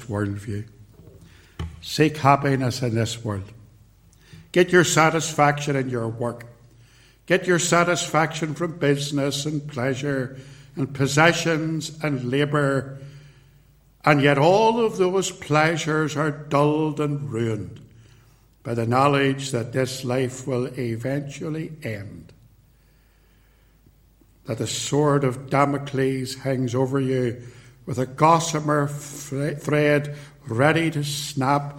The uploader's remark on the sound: recorded at Templepatrick Reformed Church